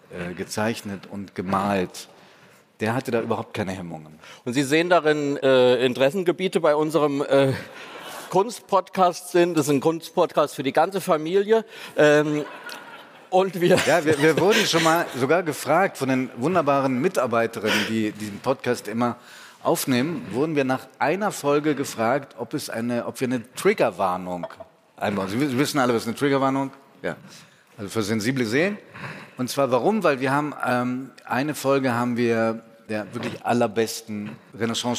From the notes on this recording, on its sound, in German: Diese Folge von "Augen zu" wurde vor Publikum beim ZEIT ONLINE Podcast-Festival aufgezeichnet. Und so reagieren die beiden Gastgeber des Podcasts auch auf Fragen von Zuhörerinnen und Zuhörern.